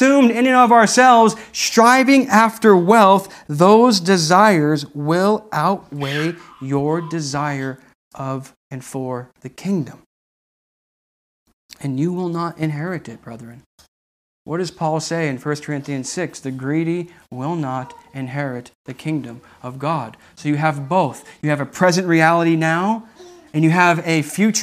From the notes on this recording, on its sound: This message was delivered on January 17th, 2021 at Redeemer Community Church.